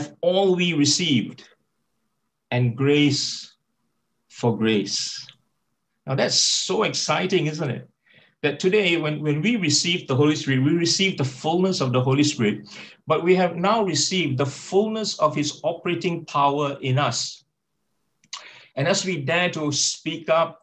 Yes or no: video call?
yes